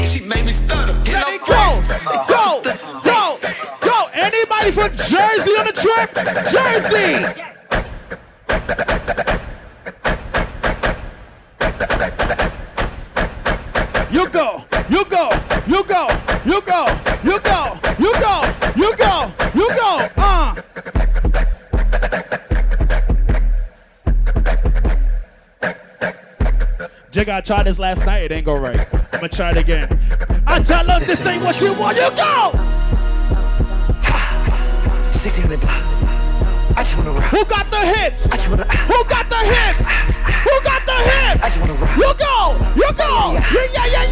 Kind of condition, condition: setting, busy venue